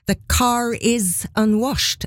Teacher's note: Is starter med vokal, og her kommer da R-en, her uttaler vi R-en som er på slutten av ordet car. Ja, men den blir nesten som en start på neste. · Term: ikke-rotiske